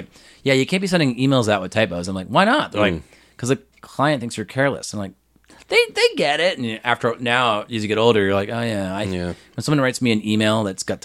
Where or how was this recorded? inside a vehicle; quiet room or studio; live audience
quiet room or studio